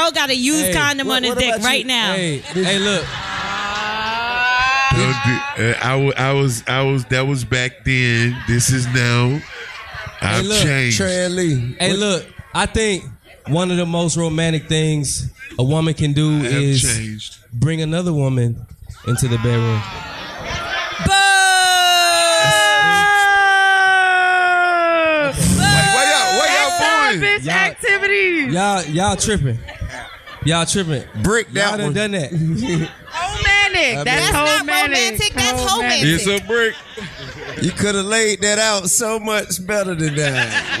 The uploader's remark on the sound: Live From The Highline Ballroom.